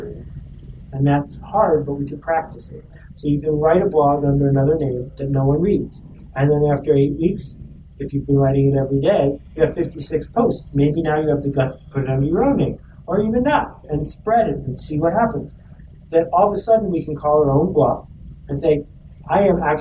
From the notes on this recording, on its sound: We’re doing a rerun today. The audio and my discomfort in this episode makes me cringe.